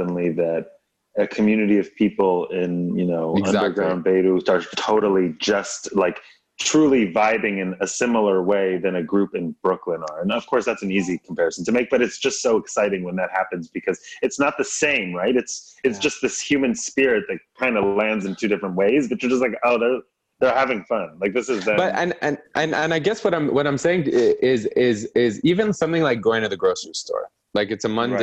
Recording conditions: video call